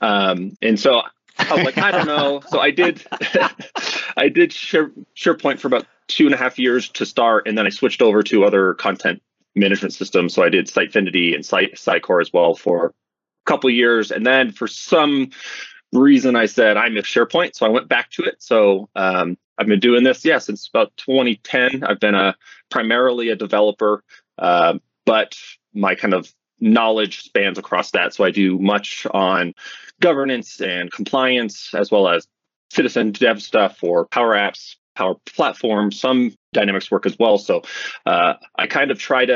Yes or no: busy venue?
no